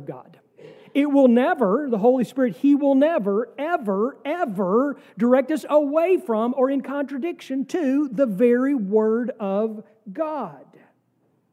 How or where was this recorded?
large echoing room